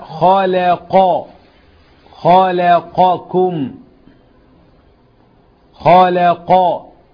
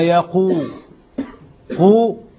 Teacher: لو حطينا عليها ضمة وقلنا يا قو، قو غير قا، قو غير قا، تجد التفخيم في قا أعلى من قو